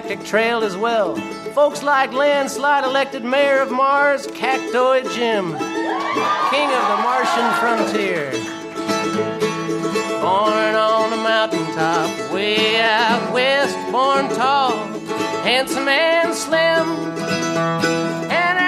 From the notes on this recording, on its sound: Recorded Live 3/3/2012 at Largo, Los Angeles.